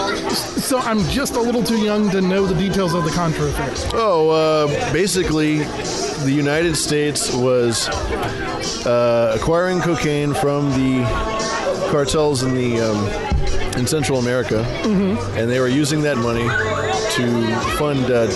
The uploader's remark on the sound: Tennessee Meetup. The full live stream of the Nashville meetup.